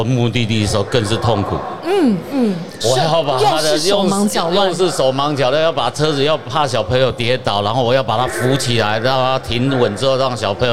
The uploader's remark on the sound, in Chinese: 2022 Taipei Cycle台北國際自行車展-Live Podcast。